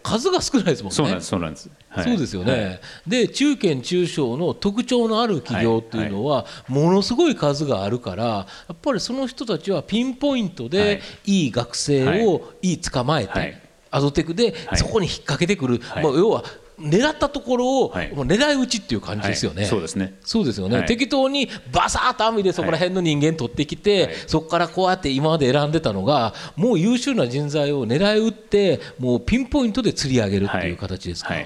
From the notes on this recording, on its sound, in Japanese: 東京・東銀座の時事通信ホールで行われた「ラジオNIKKEI 相場の福の神 注目企業ＩＲセミナー」から